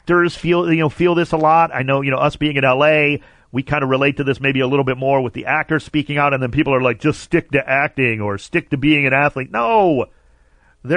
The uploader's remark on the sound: Called. Calls.